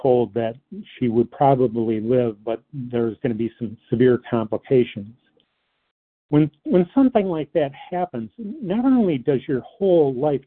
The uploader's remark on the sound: 100 Pounders Phone Meeting.